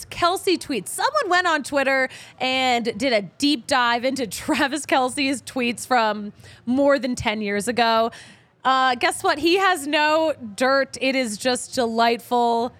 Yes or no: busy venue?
yes